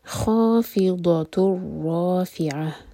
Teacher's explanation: ضاد ہیوی اور زبان کی سائز سے